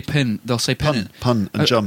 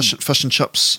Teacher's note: The Kiwi, they just eat the vowels. · Term: Kiwi accent